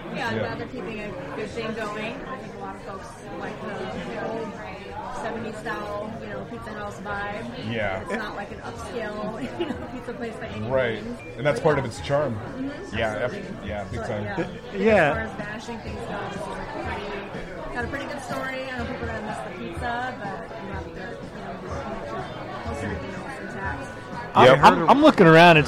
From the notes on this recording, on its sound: The Northlake Tavern & Pizza House in the University district. Recorded live at the The Northlake Tavern & Pizza House.